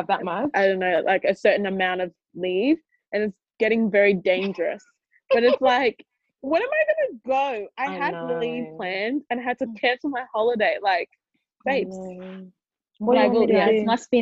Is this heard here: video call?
yes